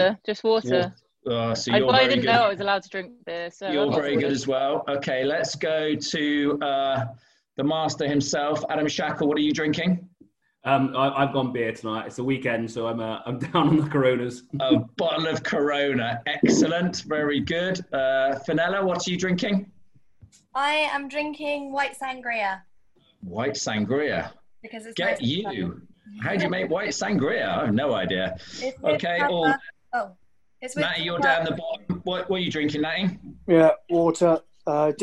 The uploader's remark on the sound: This was a live discussion on zoom